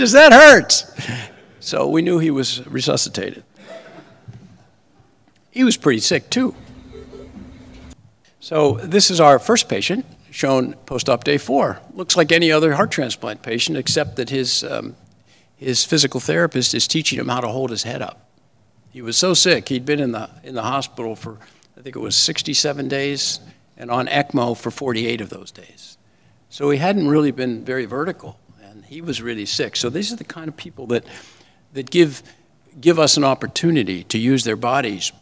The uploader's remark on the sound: Lecture at ACS Clinical Congress 2023.